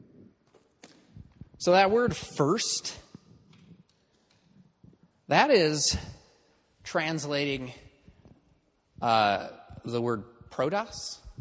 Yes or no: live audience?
yes